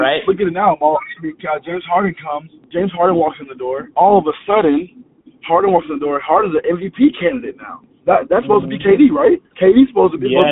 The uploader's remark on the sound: A snippet of a phone call